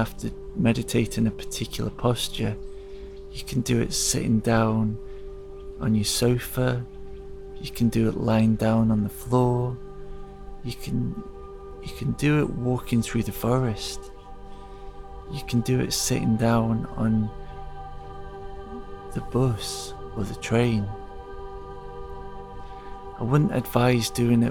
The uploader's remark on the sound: The podcast is recorded in the forest, and the soundtrack contains sound healing.